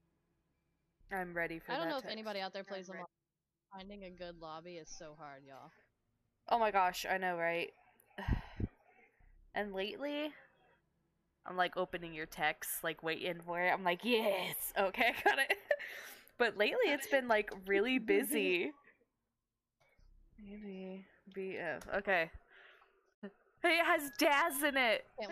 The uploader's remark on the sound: Not the best audio since we are at the hotel still